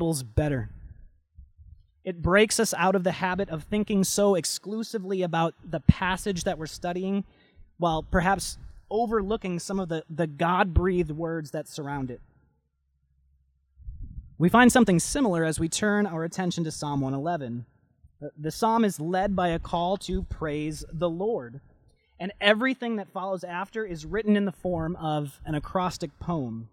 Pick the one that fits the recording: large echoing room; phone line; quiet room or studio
large echoing room